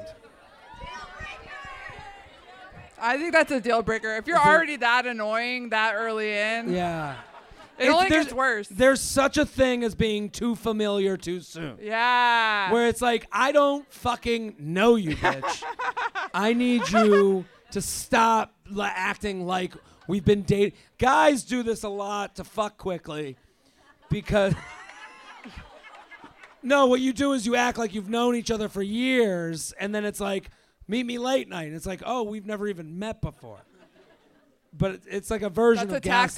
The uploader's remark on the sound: LIVE From The Punchline San Francisco